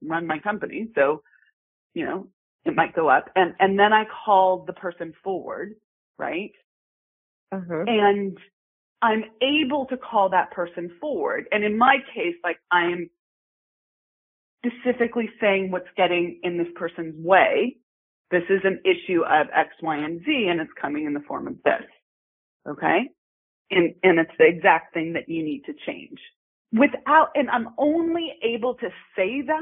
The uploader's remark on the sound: In our Coaching Uncut Series, we take you behind the scenes and show you the coaching I do with my clients. All of these coaching calls have been recorded with permission, and the sound quality may vary.